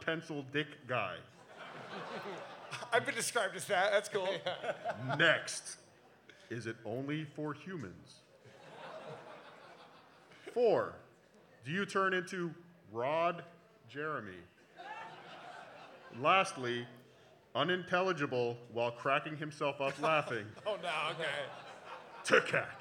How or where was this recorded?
live audience